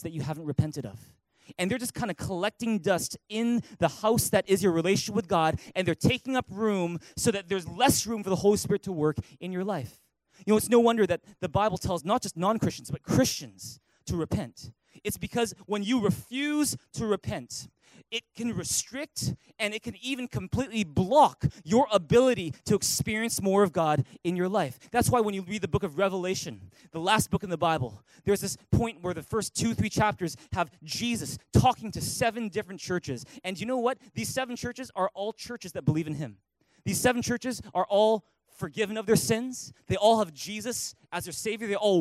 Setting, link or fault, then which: setting, large echoing room